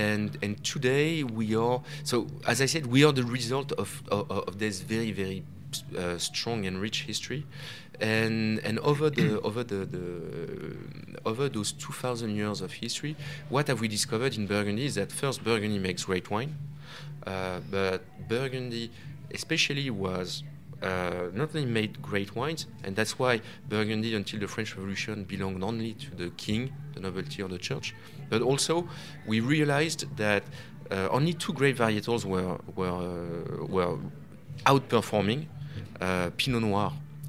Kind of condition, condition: setting, busy venue